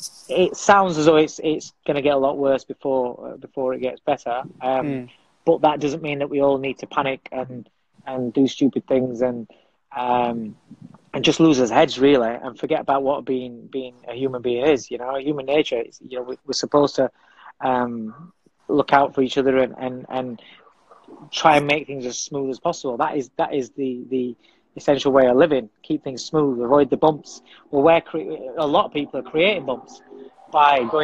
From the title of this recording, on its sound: INSTAGRAM LIVE SHOW